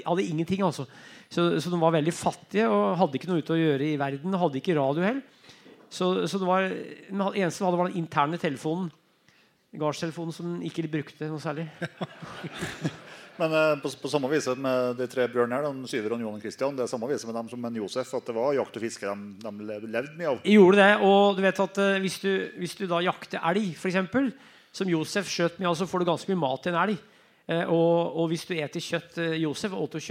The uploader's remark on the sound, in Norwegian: Live fra Løten